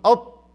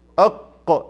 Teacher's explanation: فحروف الاطباق الاربعه هم اعلى حروف الاستعلاء اطباق استعلاء، واعلاهم الطاء. تقول اط تجد اللسان كله استعلى، لكن القاف مثلا اق، اللي استعلى عندي اقصى اللسان بس